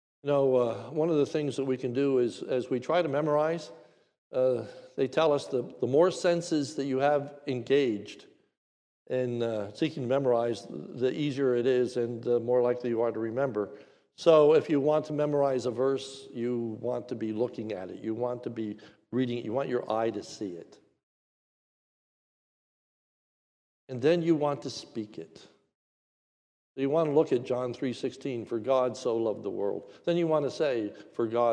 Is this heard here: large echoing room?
yes